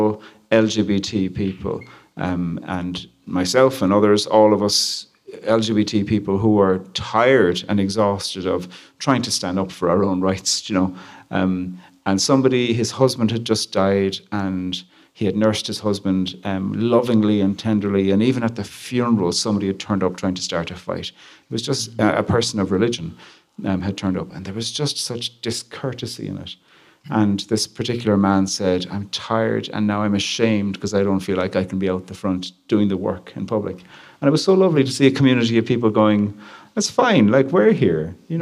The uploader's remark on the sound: Recorded live at Calvary Episcopal Church, Memphis, each Wednesday evening.